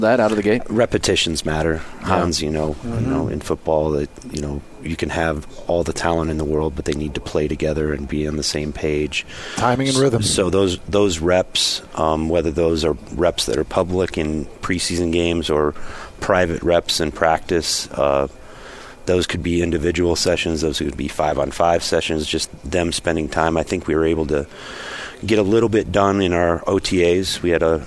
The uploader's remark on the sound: live from Utah Jazz Media Day